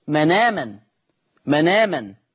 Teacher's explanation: قرأ ورش بنقل حركة الهمزة إلى الساكن قبلها